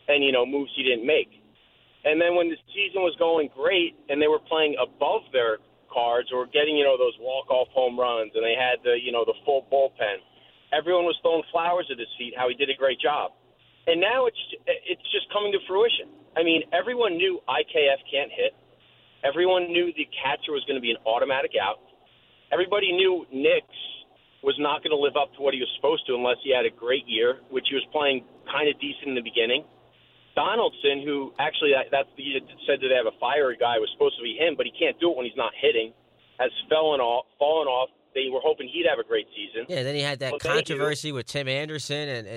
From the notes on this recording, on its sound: more of your phone calls